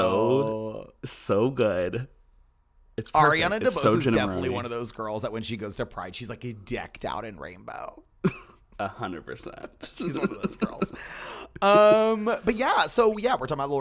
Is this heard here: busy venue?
no